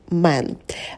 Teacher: Мы рот минимально открываем, держим оскал, произносим звук «э»